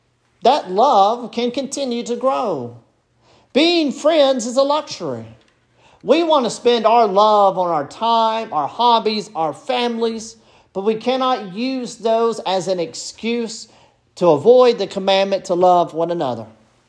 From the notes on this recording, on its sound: This sermon was preached at Bethesda Presbyterian Church.